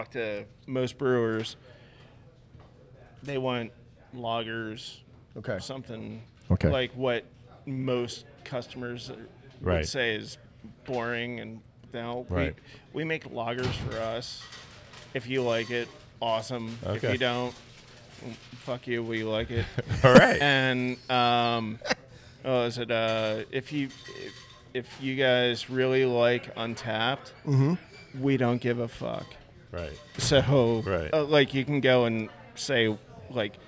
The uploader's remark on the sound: Met up at Naked Brewing, in Huntingdon Valley, to record a planning session. We had a blast while enjoying many of the fine beers Naked Brewing had to offer.